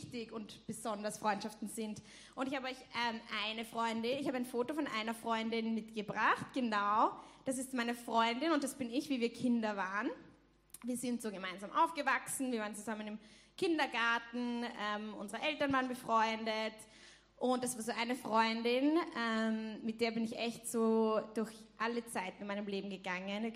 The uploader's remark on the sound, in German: Gottesdienst zum Schulanfang aus der LIFE Church Wien